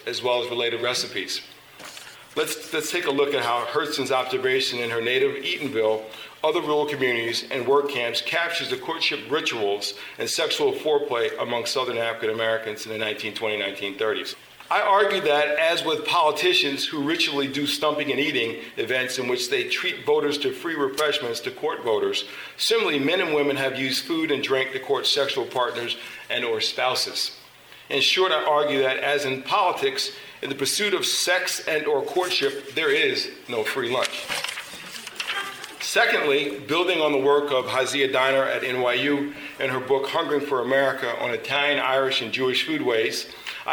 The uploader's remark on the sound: Recording of a lecture. Did at Harvard University.